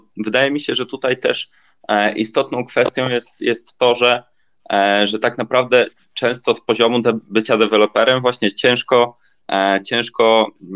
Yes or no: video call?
yes